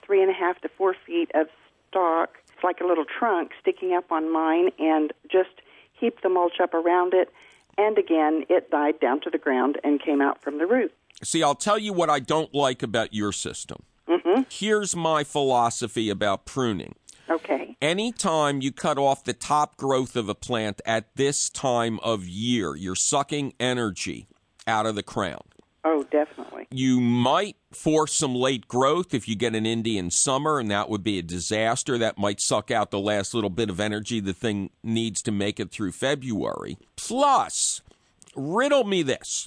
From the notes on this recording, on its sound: Fabulous phone calls, tips and tricks.